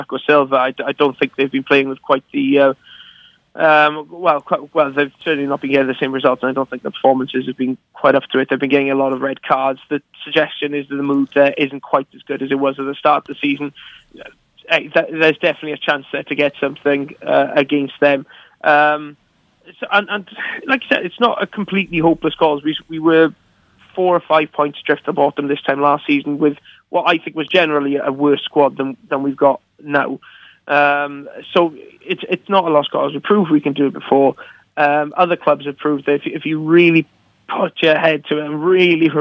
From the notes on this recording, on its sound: On today's Friday show we were joined on the phone